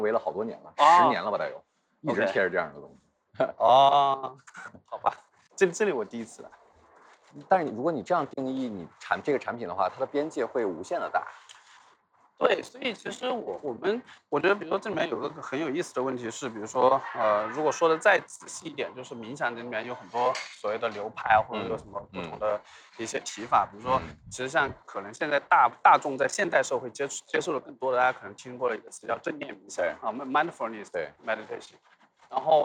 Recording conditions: background noise